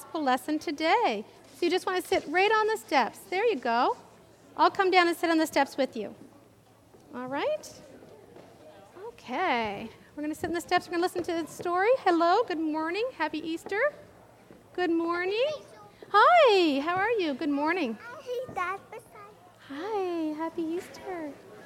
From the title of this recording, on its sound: live Worship Easter Sunday April 9th, 2023